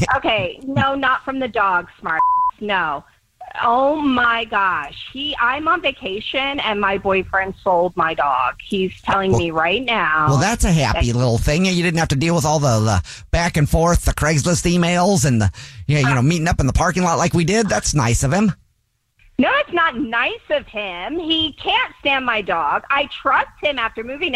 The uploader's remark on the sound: wake up with The Jubal Show, phone prank style